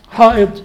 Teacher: فكلمة حائض يقول بعضهم حائض، إذن هذه ياء هنا، لا هي همزة هنا، وإذا لبستها ياء فهو جائز على لغة، لكن ليست في حائض ياء، هي همزة همزة تلفظ همزة همزة